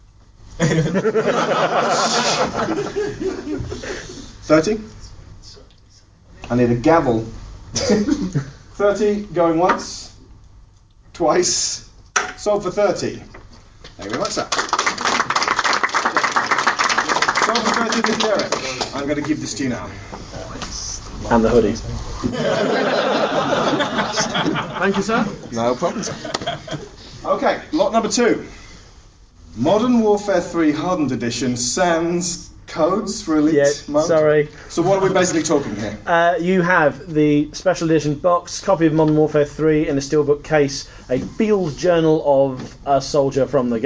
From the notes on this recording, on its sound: Gonzo Planet Expo 2012. This was live footage recorded at the first of four annual get-togethers we held for our community.